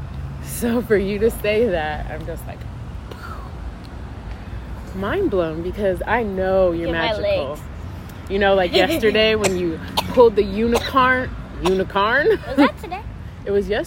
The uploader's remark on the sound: While we sit outside having her favorite treat, frozen yogurt.